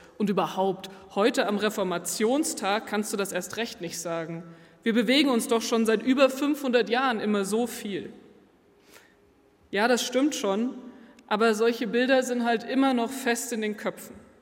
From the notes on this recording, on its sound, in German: Live-Gottesdienstübertragung aus der Jugendkirche LUX in Nürnberg